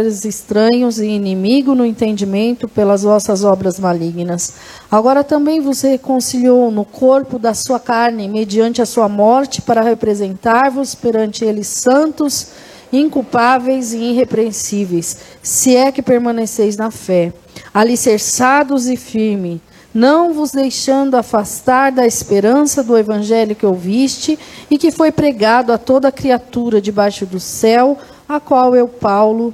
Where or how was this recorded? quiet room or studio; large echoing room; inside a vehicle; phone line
large echoing room